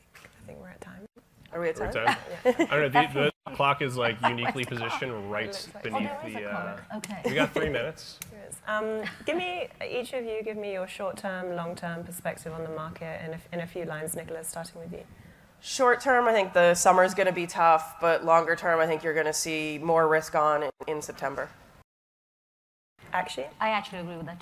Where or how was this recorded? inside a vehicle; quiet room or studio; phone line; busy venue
busy venue